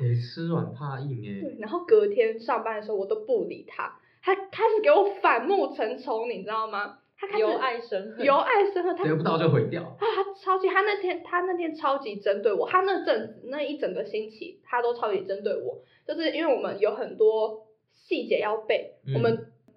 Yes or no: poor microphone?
yes